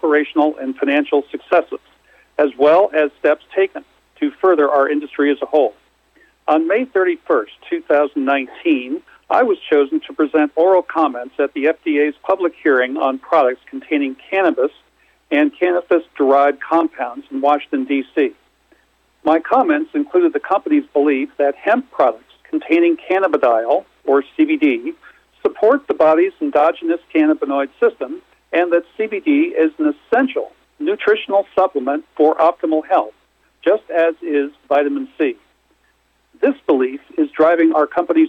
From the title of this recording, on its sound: Medical Marijuana, Inc. (Pink Sheets: MJNA) 2019 Q2 Earnings Conference Call